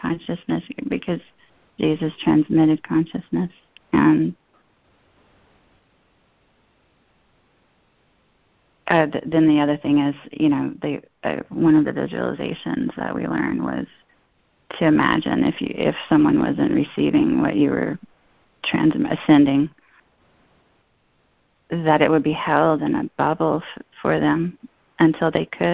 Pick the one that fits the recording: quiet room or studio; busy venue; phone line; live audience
phone line